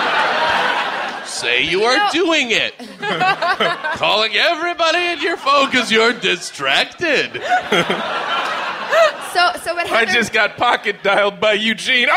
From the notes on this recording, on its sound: Live at the Bell House. Our live Bell House show.